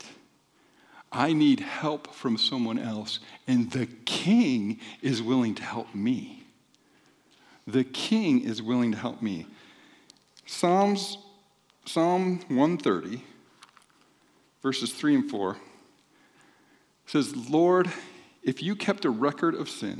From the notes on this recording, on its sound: This podcast has the audio from the second service on 2-18-24